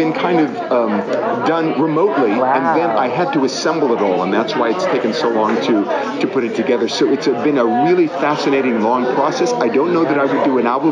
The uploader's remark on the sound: live from Feinstein's/54 Below press day